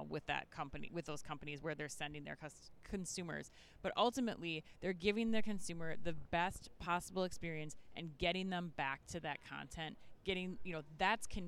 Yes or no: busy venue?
yes